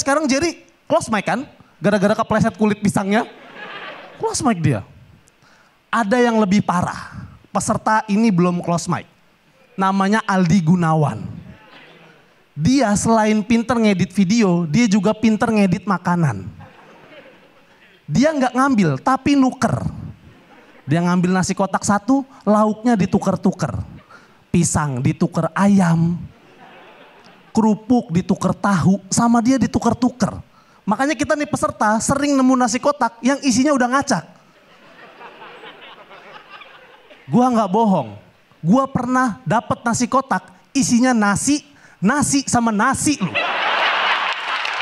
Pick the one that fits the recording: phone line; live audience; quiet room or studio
live audience